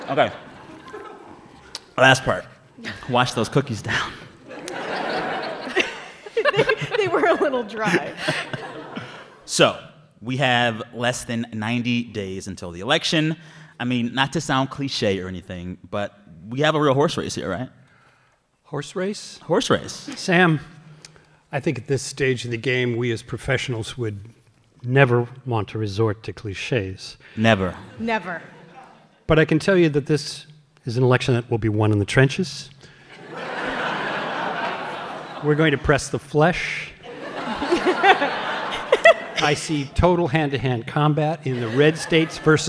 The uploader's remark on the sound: This episode was recorded in front of a live audience in Chicago. As part of a show the NPR Politics team produced in partnership with member station WBEZ.